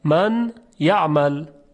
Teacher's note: نون در یا ادغام میشود